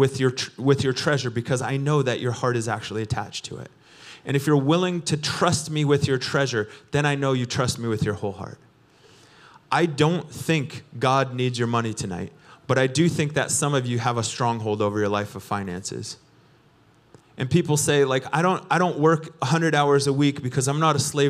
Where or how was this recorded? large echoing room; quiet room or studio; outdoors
large echoing room